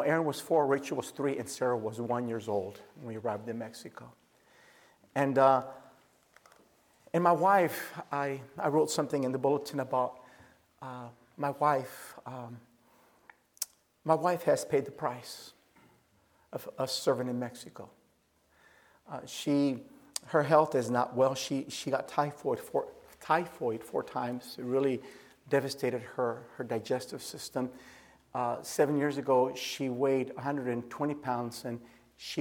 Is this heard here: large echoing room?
yes